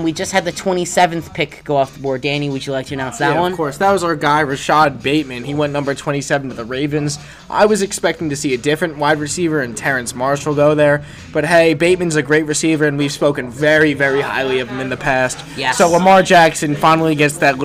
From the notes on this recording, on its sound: We recorded this episode LIVE during the NFL draft from the basement of my dorm in Wiley Hall at Purdue University where we could get live reactions to draft picks.